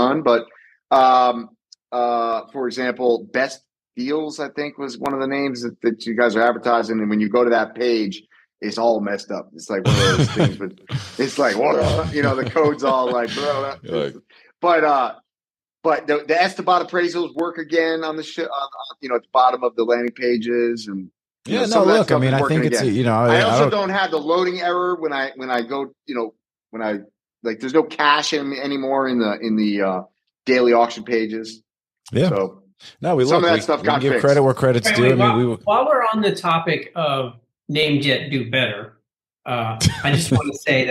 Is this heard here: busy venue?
no